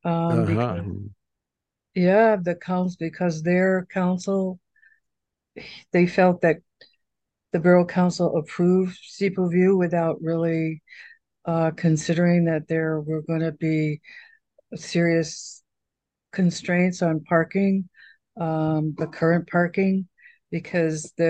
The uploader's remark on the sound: This discussion took place during the November 13, 2023, Meet Mack Monday Zoom meeting.